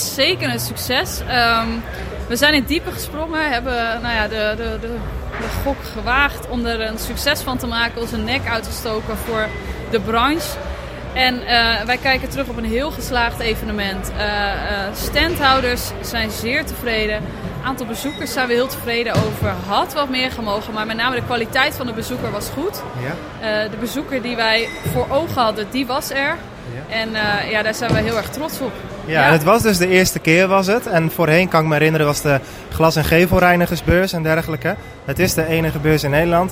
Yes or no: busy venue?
yes